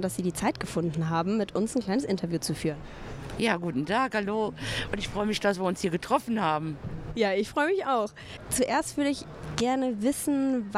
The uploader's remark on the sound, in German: Live vom Deutschen Pflegetag 2022. Haben wir auch am zweiten Tag des Deutschen Pflegetags noch mit Expert*innen gesprochen.